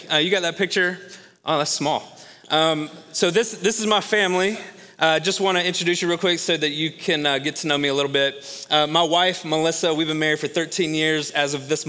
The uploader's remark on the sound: Recorded live at Long Hollow Church.